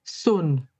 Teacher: it's those flat vowels, the Yorkshire flat vowels